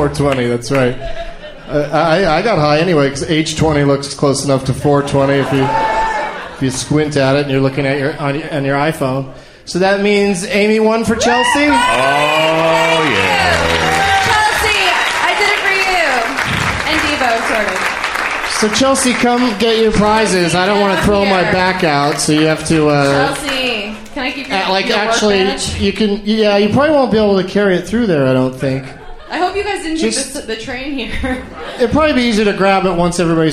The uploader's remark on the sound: Recorded live at the Mayne Stage in Chicago, Illinois.